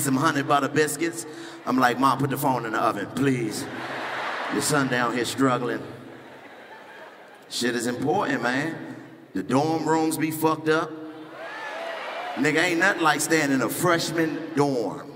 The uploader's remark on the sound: THE FAMU HOMECOMING STAND - UP COMEDY SPECIAL. The school shut the lights and microphones off.